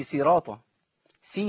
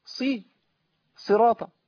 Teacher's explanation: لا ابدلها بسين ولا خليها الحركة ممالة · Shown in: second take